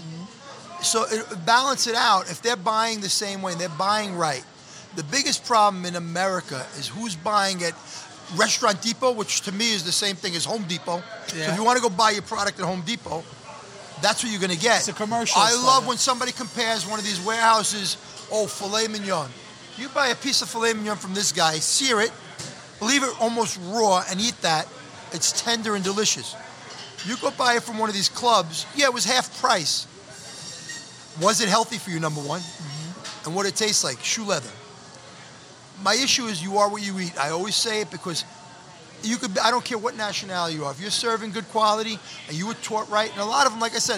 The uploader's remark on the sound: Filmed live at Mike's Deli on Arthur Avenue.